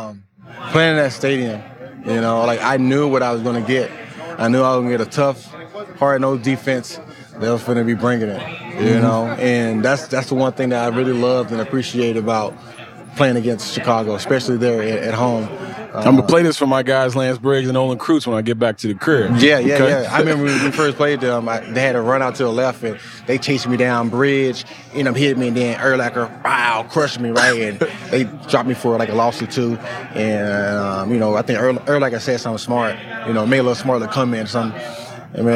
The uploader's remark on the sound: Radio Row Experience. We next go live to Radio Row.